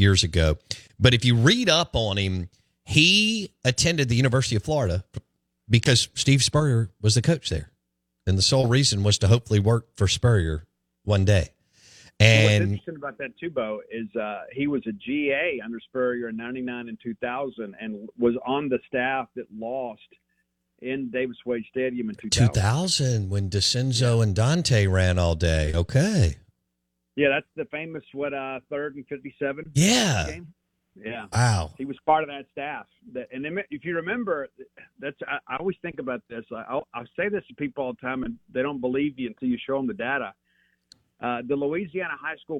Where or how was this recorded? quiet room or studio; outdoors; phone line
phone line